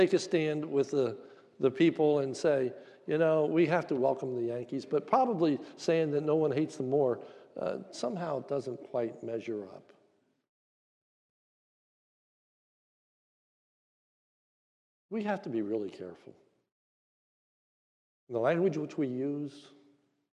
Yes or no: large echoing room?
yes